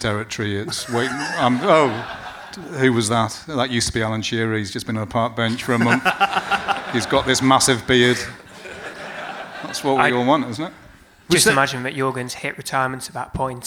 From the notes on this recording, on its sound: Live from the Gosforth Civic Theatre in the heart of *checks notes* Newcastle's most middle class suburb, it's our stage debut! Although a lot of saucy audience-only stuff has been removed (including the whole of part two, a live Q&A).